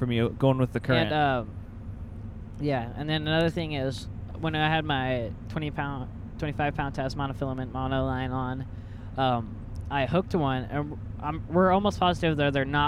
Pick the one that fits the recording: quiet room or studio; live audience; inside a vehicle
inside a vehicle